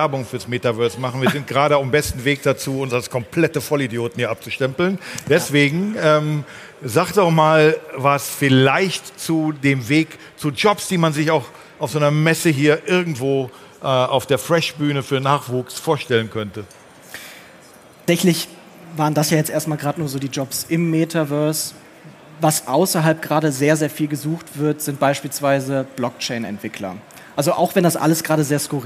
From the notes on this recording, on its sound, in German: Diese Folge haben wir live auf der Bühne aufgenommen. In Dortmund.